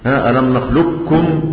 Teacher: يبقى ذهاب صفة القاف وتصبح كافا واحدة مشددة · Term: ادغام صغير